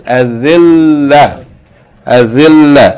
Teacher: we don't pronounce the ta marbuta as T, we pronounce it as H with no vowels